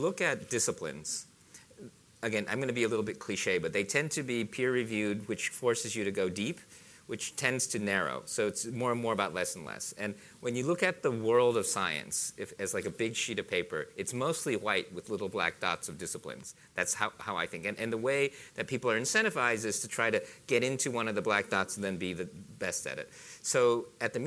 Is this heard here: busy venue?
yes